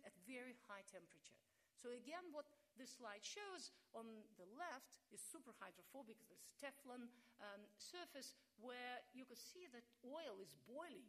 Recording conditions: large echoing room